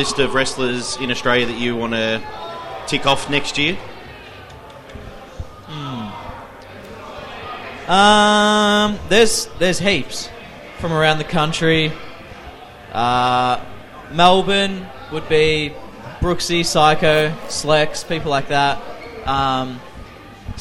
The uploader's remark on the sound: Live from the 2019 PWA Fanfest at Colosseum.